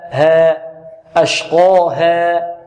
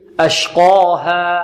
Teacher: ونحذر من إمالة الألف التي بعد الهاء · Shown in: second take · Term: فتح